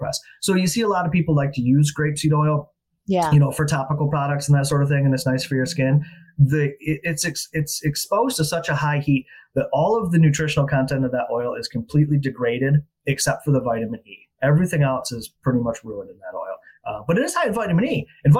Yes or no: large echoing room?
no